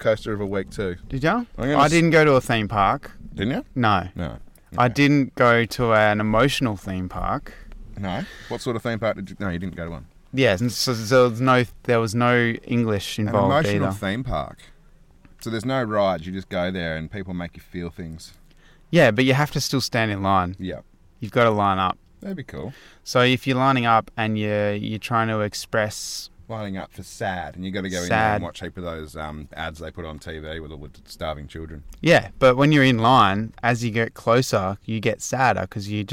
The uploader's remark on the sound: This week we took our cars out into the wild and literally found the roughest corrugated road in the universe to get ourselves down to a local swimming hole to record this episode. As usual mother nature had other plans for us.